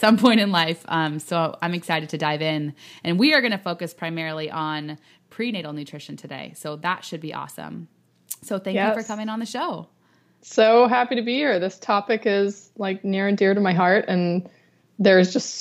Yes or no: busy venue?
no